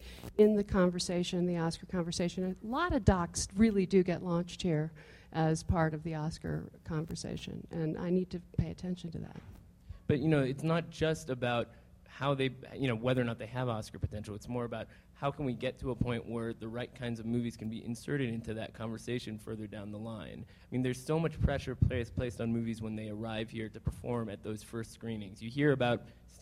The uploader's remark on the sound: Screen Talk came to Park City for the Sundance Film Festival this week. Live recording of the latest episode, which took place in front of a sold-out crowd at the Airbnb Haus on Main Street.